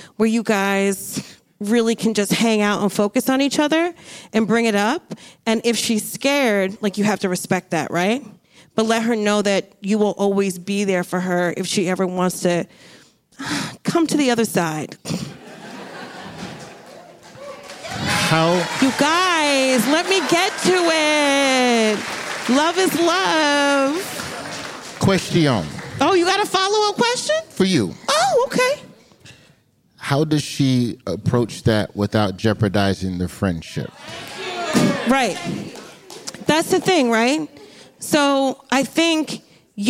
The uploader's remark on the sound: Live at the Bell House